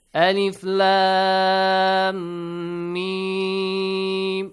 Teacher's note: Two counts, you gotta produce a ghunna sound, nasal sound.